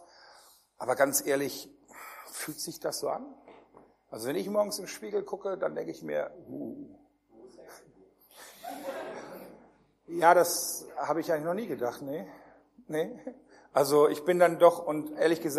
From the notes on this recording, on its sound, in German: Der erste Teil einer Predigtreihe die im Rahmen einer Jugendmitarbeiterschule gehalten wurde